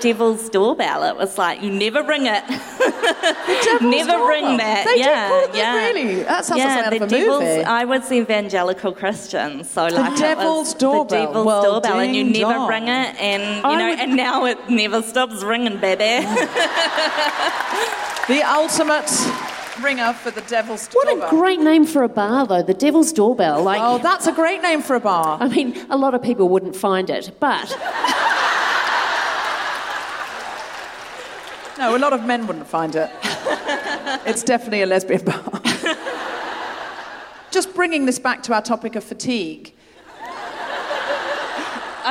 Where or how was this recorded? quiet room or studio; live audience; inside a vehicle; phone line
live audience